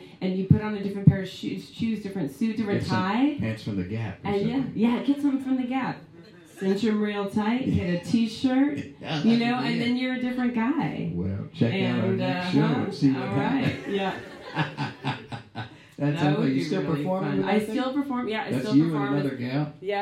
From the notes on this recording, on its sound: This live episode features a wide ranging discussion. The good looking audience.